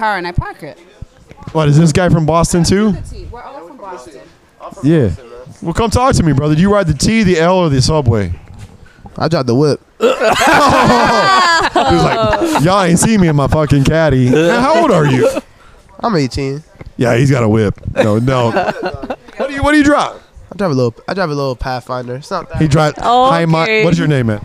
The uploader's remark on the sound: Day 2 of podcasting on the Vista Carnival cruise ship. Another short podcast from the ship with plenty of laughs.